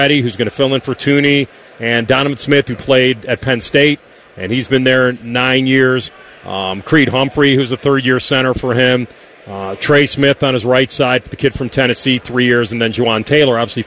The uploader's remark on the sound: live from Radio Row!